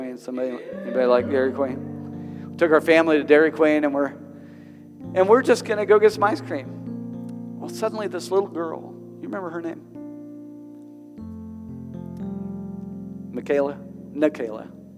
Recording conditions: large echoing room